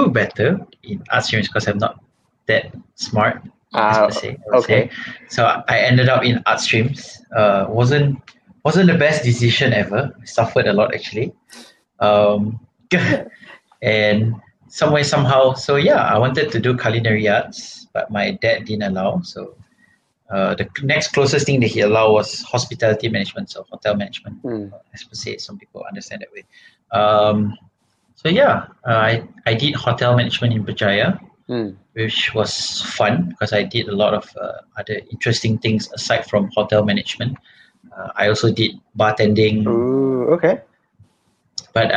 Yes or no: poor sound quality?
yes